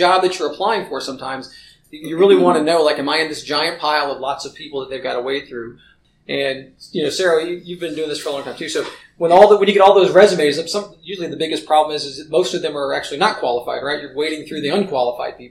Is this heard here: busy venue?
yes